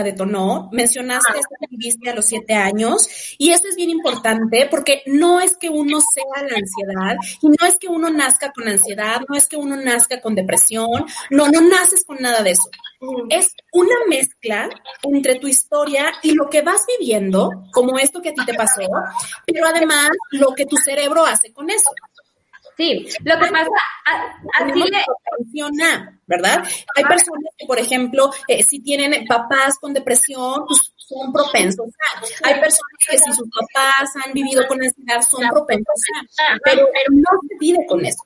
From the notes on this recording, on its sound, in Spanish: El audio de este episodio no es el mejor.